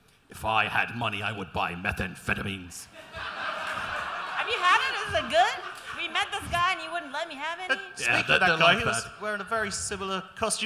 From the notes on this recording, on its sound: (GeeklyCon 2017 Liveshow). This episode was recorded live on stage at the Old Rock House in St Louis during the GeeklyCon 2017 Liveshow.